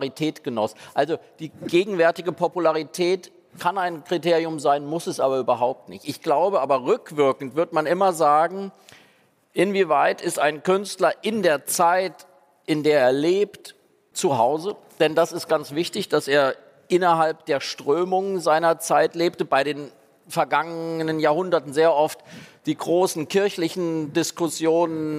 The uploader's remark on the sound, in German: Diese Folge von "Augen zu" wurde vor Publikum beim ZEIT ONLINE Podcast-Festival aufgezeichnet. Und so reagieren die beiden Gastgeber des Podcasts auch auf Fragen von Zuhörerinnen und Zuhörern.